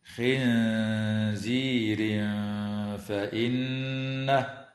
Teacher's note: ويخفى عند الفاء مع الغنة مرققة